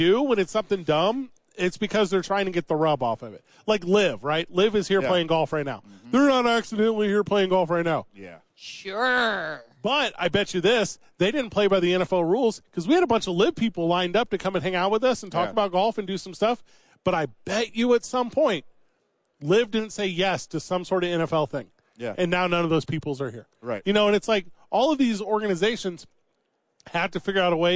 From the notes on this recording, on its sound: live from Radio Row in Vegas